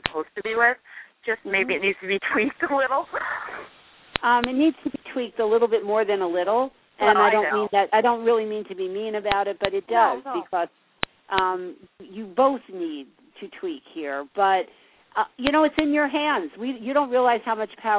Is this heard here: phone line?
yes